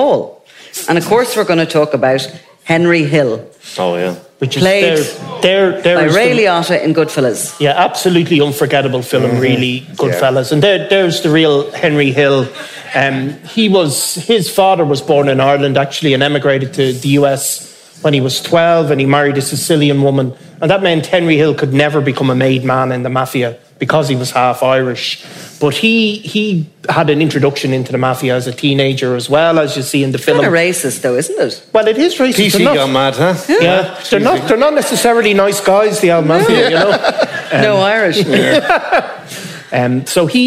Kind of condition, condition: setting, live audience